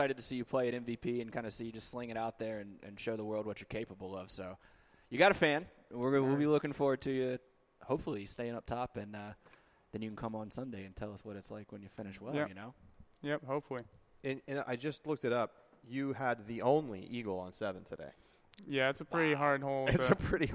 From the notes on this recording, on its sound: a LIVE edition of The Upshot podcast from Smuggler's Notch resort in Vermont, the site of the 2018 PDGA Pro Worlds